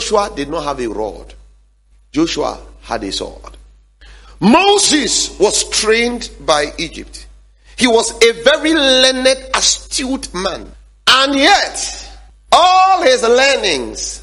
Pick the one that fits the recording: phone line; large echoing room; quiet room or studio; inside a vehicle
large echoing room